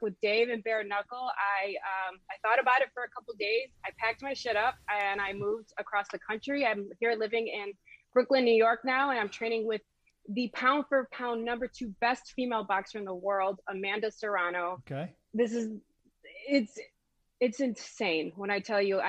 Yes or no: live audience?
no